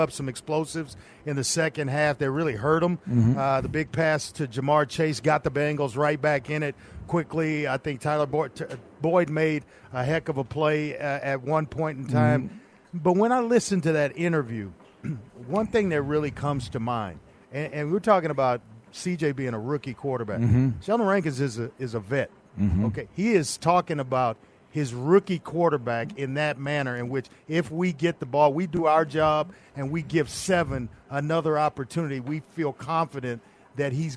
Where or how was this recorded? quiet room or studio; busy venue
busy venue